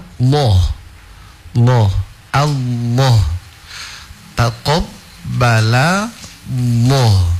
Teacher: kita baca dengan cara mengangkat pangkal lidah, karena itu standar untuk menebalkan huruf · Term: menebalkan lam Allah